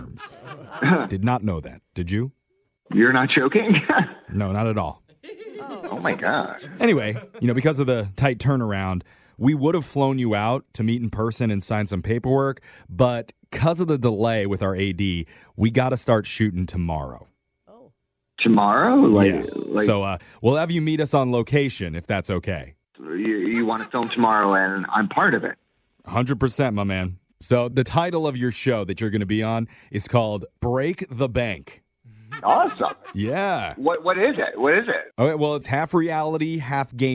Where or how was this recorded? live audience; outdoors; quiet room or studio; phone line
phone line